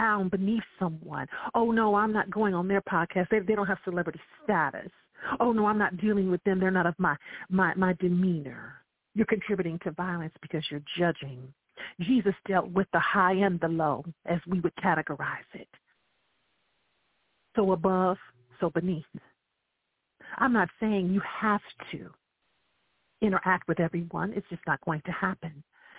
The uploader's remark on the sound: I welcome live callers to dial